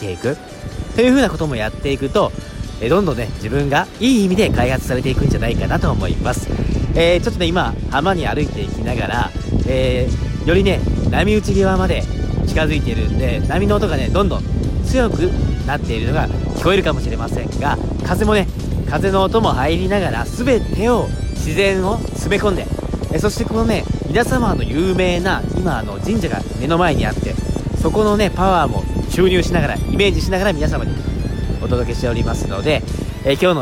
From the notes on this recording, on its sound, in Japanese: 今日放送のラジオは島根県出雲大社からすぐの稲佐浜で収録していきました。波の音も環境音として音声に入れております。